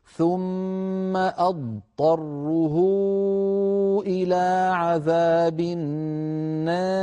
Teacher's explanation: لابد من بيان الضاد الساكنة ثم بعدها طاء وليس بينهما إدغام